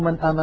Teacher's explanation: الحرفان المتباعدان هما الحرفان المتباعدان في المخرج والصفات نحو من آمن، لاحظوا من آمن، النون ظاهرة عند الهمزة لأن النون من طرف اللسان والهمزة من الحلق · Term: الإظهار